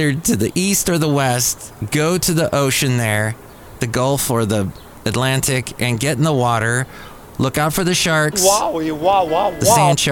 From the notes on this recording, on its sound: He plays audio from his radio show from twenty plus years ago. Podcasts live from Café Anyway.